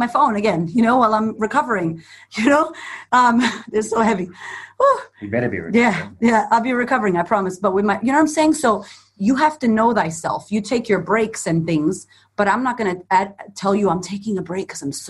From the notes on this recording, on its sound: The audio version of a webinar we hosted for people who are really struggling with speaking up and speaking out right now.